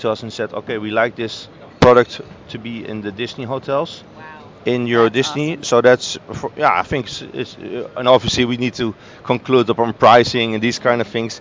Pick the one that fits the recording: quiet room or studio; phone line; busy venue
busy venue